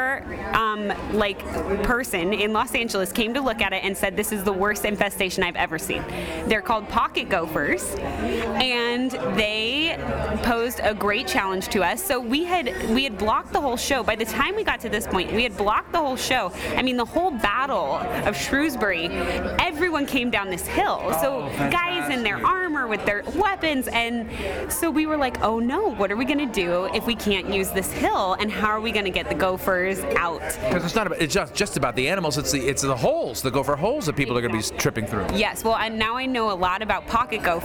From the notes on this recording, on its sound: Recorded live at The Celtic Knot in Evanston; Where else to talk about Henry IV but in a pub?!